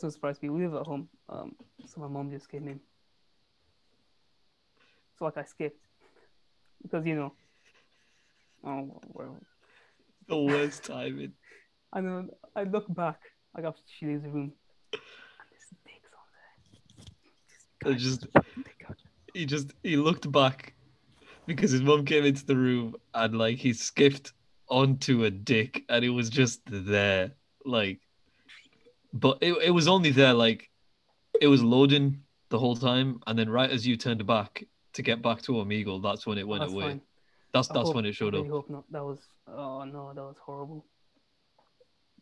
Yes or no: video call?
yes